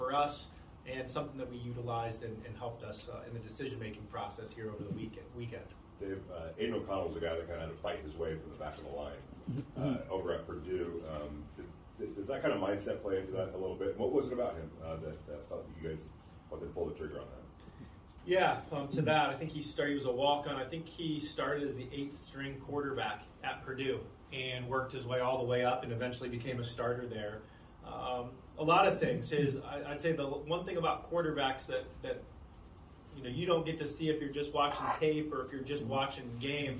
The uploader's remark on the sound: Spoke to the media in the team's final NFL Draft Press Conference.